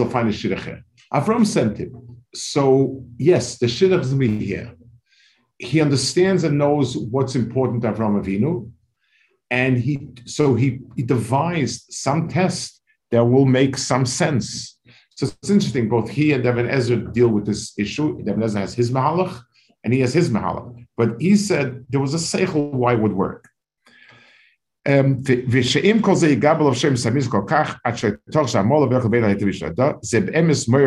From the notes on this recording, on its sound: This shiur take place over Zoom on Motzei Shabbos.